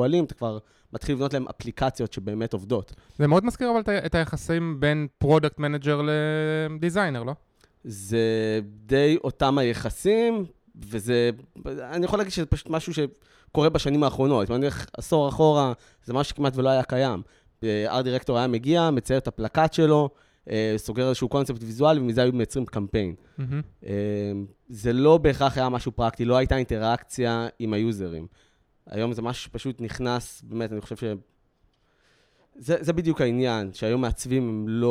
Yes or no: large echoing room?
no